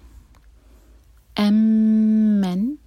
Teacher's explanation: میم پر شدہ ہے تو غنہ کریں گے، 2 سیکنڈ کے لیے ہولڈ کریں گے میم کو، اور پھر نون سے جوڑیں گے.